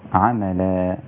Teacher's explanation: إذا وقفت على أيكم أحسن عملا لابد أن تظهر في نهايتها ألف